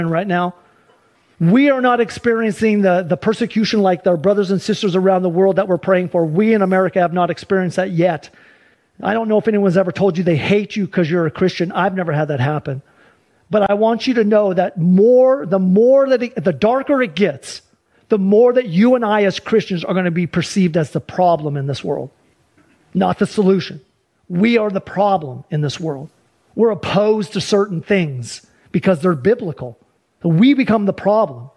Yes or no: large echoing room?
yes